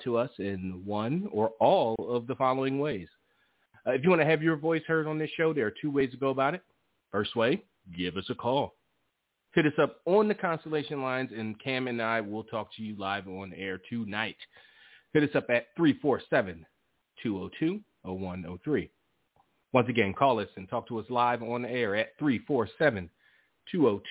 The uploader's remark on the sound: The ECC live is back and in full effect. Live calls and more. Weekly caller, email and tweet driven show.